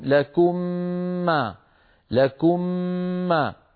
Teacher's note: فيطبقون على الميم الساكنة ويباعدون عن الميم المتحركة، فاستعملوا المخرج مرة واحدة بدلا من أن يستعملوه مرتين. هذا فيه توفير للجهد العضلي واقتصاد في الجهد العضلي وأريح، يعني فلذلك الإدغام يعني هو أمر يفعله الإنسان بالفطرة ميلا نحو السهولة في النطق.